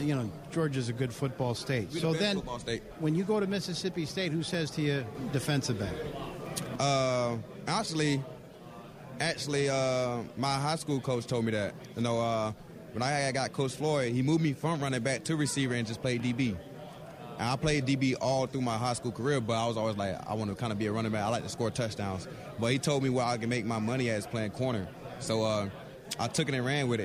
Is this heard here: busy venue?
yes